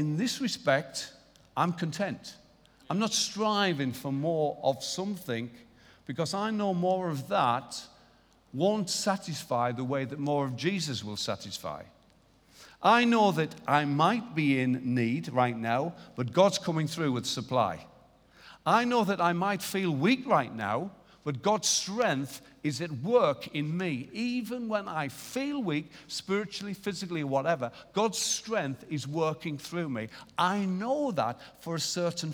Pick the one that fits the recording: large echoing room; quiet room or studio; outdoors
large echoing room